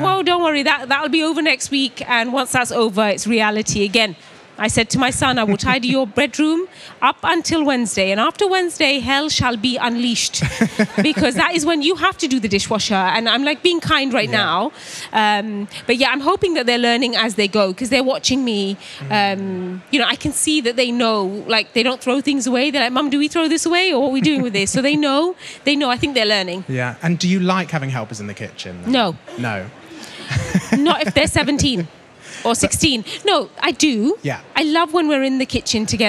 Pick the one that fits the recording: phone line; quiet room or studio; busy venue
busy venue